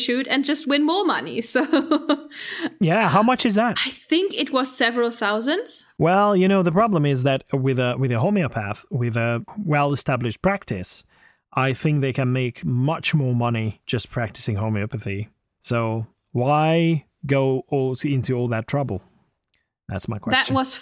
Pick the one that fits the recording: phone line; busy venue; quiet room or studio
quiet room or studio